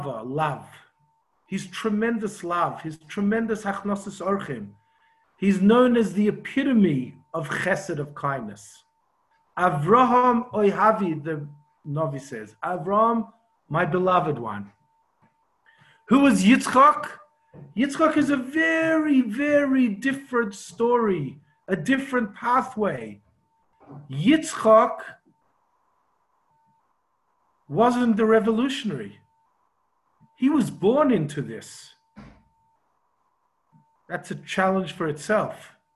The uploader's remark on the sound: Zoom Class 5/10/20